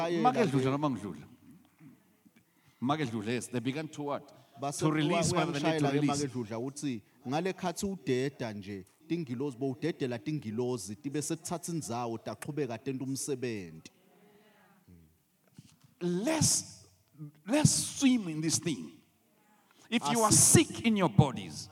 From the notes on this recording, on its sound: The Message Was Recorded Live at The Apostolic Hub.